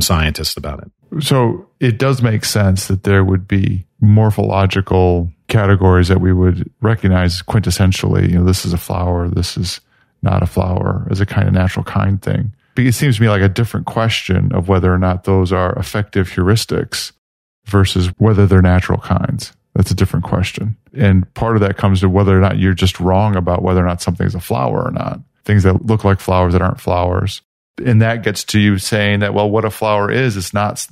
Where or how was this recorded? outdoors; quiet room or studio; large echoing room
quiet room or studio